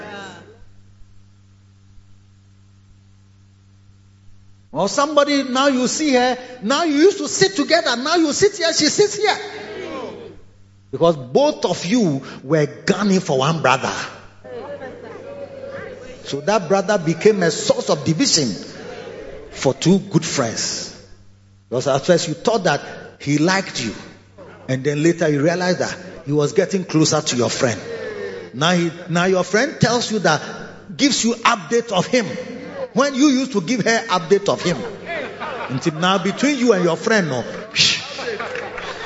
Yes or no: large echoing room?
yes